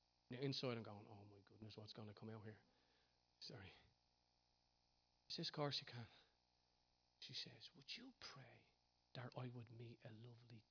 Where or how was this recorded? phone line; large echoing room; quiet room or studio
large echoing room